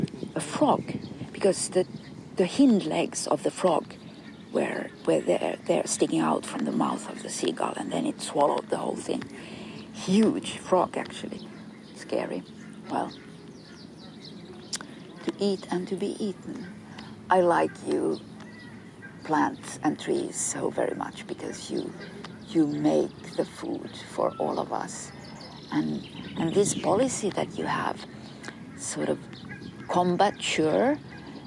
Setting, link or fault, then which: setting, outdoors